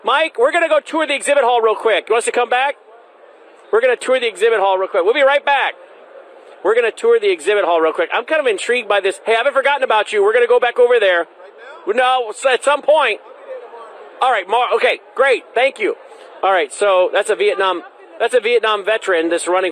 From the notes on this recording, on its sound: Live From CPAC